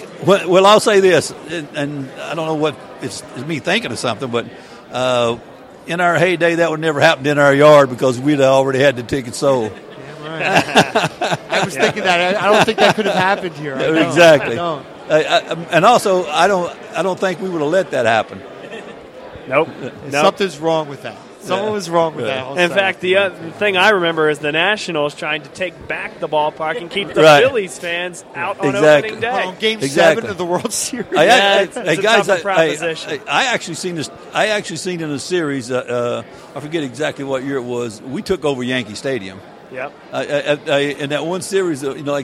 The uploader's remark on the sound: live on … Sports from the Philadelphia Sports Hall of Fame Induction Dinner on November 3rd at the Hilton Hotel in Bala Cynwyd